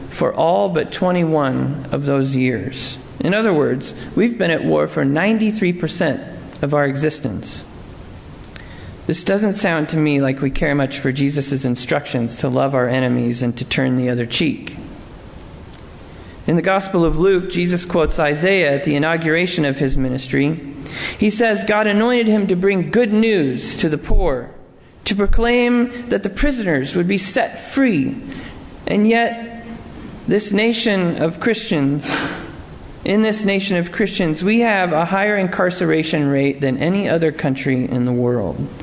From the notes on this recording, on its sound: Sermon preached at Lovely Lane UMC